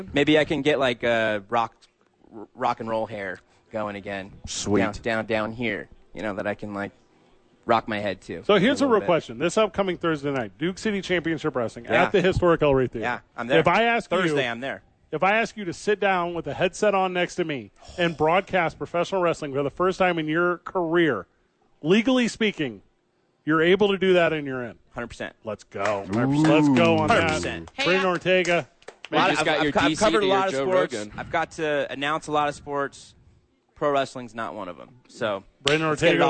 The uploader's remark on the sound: live from The Duke Store with friends of the show